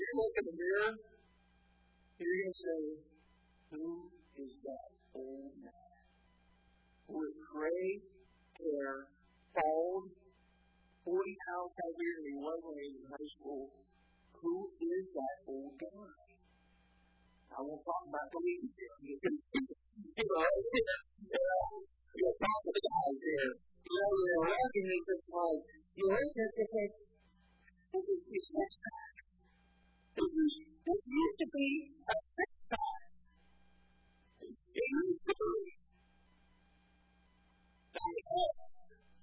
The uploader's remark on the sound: Sermon was recorded July 29, 2018 at Northside Baptist Church of Elkhart, Indiana